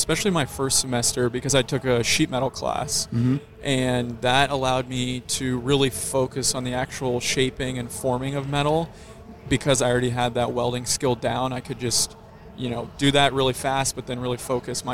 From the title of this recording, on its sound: Live at Mecum Kansas City